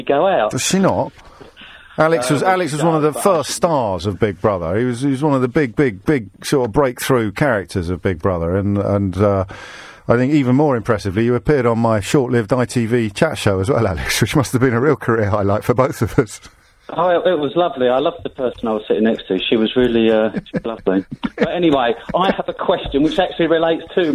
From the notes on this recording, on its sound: phone-in show